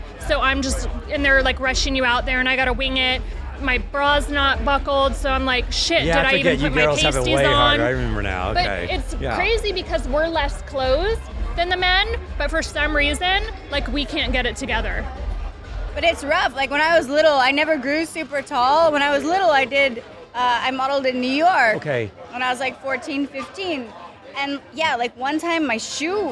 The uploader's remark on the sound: Recorded at the Virgin Hotel's Elia Beach Club in Las Vegas.